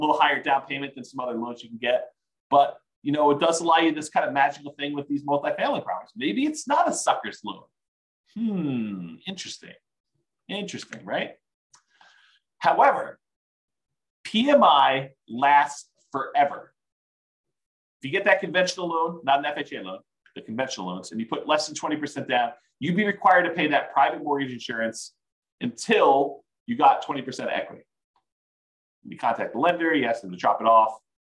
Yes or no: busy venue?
no